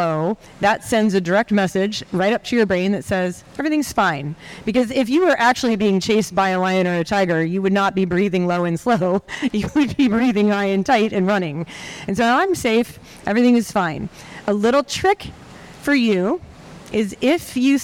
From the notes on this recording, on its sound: Live from the Vinfast IRONMAN World Championship. During a special educational session at the Vinfast IRONMAN World Championship, Feisty Media hosted a panel discussion on the main expo stage.